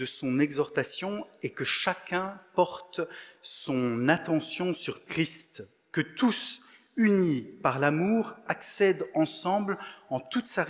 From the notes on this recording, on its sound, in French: Enregistré à l'église CVV, le 20/11/2022